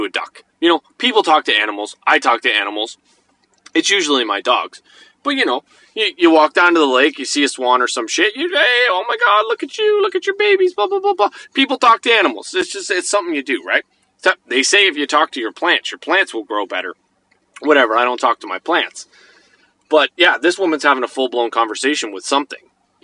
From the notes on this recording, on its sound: Sitting in my car on Tuesday evening while our son and his friend play on the park.